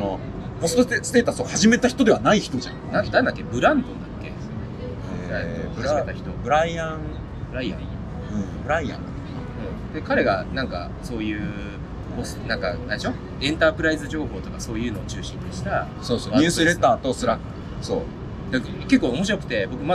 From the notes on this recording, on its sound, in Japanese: WordCamp Asia 2023の現場 Icon Siam で。WordPressの祭典WordCampがAsiaでおこなわれました。その現場からPodcastを収録。